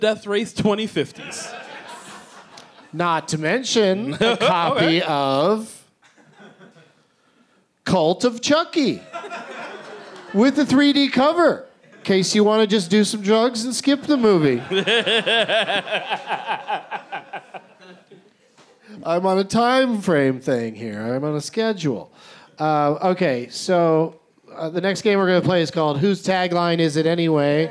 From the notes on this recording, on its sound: Live from The Highball at Fantastic Fest in Austin